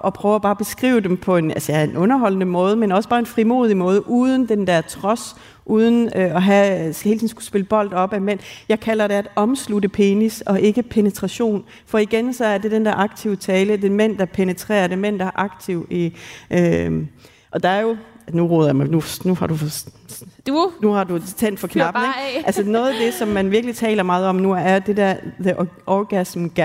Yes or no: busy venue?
yes